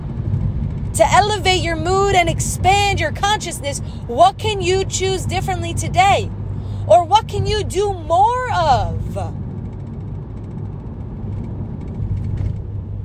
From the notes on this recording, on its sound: I recorded this on my iPhone using my voice memos so it's noisy and filled with long pauses and repeated thoughts.